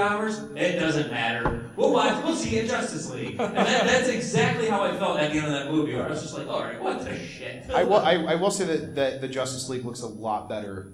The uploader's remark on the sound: The Great Debate at Indiana Comic Con 2017. An interactive panel, our audience joined in to argue about their favorite films.